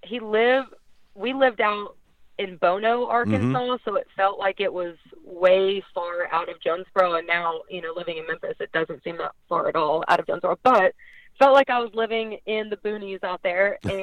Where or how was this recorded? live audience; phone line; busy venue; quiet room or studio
phone line